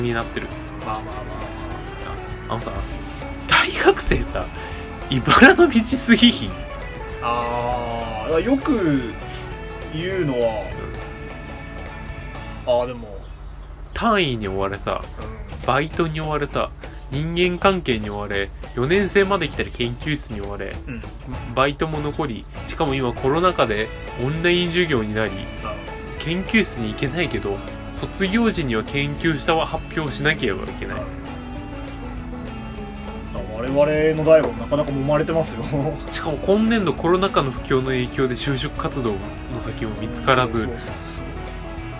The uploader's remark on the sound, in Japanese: 録音機材：iPhone7